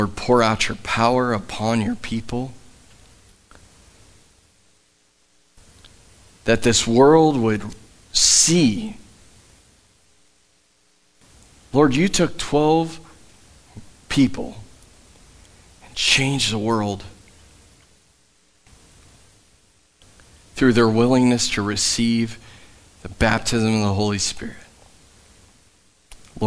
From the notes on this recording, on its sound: Live from The Summit Church in Dover, OH